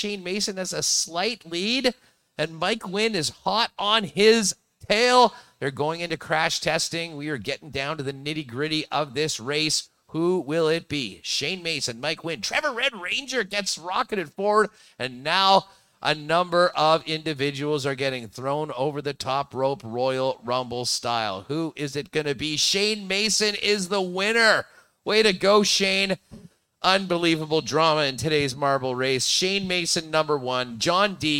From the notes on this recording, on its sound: LIVE at Little Brown Jug